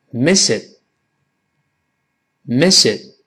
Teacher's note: 失去爆破，但舌尖顶住，把 miss it 连读